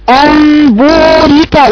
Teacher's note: يلفظ بالميم المقلوبة مع غنة ظاهرة خلي بالك وتقليل اطباق الشفتين جدا ما تتبعهمش ما تلزقهمش قوي مش ما تدرسي عليهم بقى جامد · Term: الاقلاب